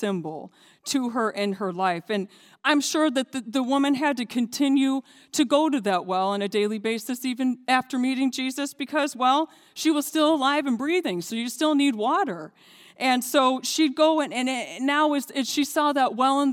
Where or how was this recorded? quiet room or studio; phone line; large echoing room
large echoing room